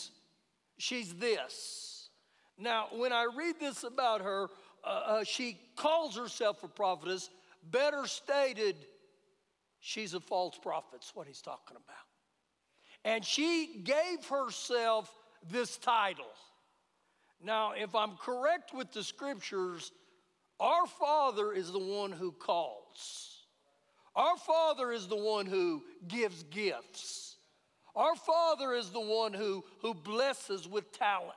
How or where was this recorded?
large echoing room